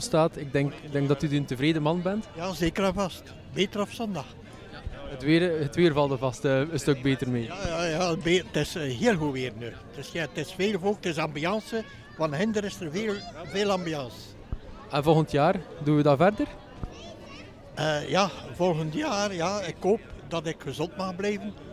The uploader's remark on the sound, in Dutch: Voor deze aflevering trokken we met een deel van het panel live naar de kerstmarkt van Roeselare.